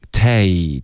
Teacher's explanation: Take 结尾呢要有一个干脆的停顿